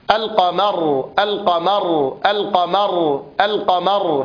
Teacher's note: هذا الزمير الذي يكون في الراء أو هذا الصوت أو هذا الاهتزاز يدل على جهرها، فهي مجهورة وليست مهموسة